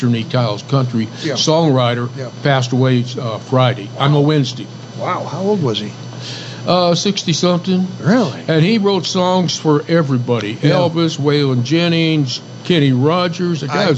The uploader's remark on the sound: Our end-of-the-month show is Movie Saturday live at the White Stallion Ranch.